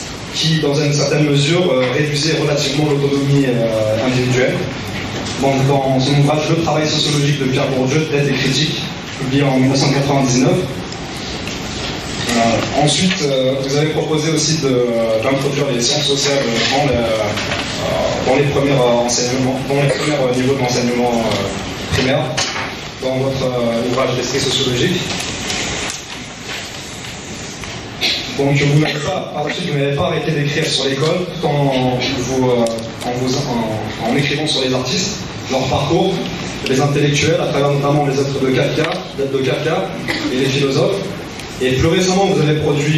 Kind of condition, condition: setting, live audience